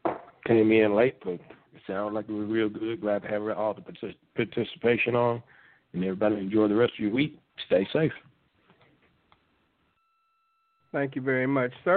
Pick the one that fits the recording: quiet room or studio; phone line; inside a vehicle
phone line